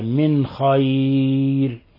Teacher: من خير، إذن مذهب حفص وسائر القراء إلا أبا جعفر إظهار النون الساكنة عند الخاء لأن الخاء من حروف الحلق · Term: إظهار حلقي